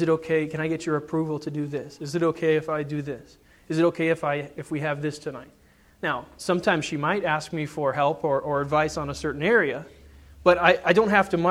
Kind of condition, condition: setting, large echoing room